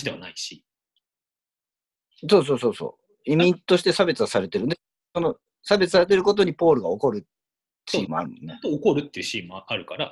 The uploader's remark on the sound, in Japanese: 今回もリモートで収録しております。